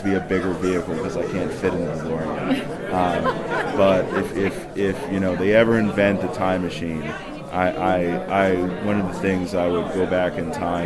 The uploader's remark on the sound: Live At Pittsburgh's Horror Realm Con